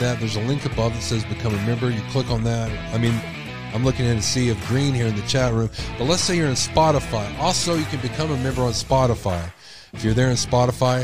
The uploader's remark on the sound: Idaho 4 Murders Call in Show.